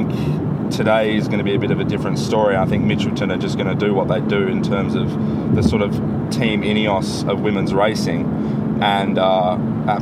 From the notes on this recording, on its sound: Recorded in a van enroute to Stage 3 of the 2020 Santos Women's Down Under.